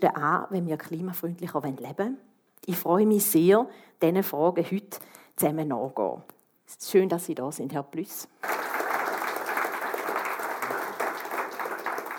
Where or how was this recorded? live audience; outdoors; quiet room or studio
live audience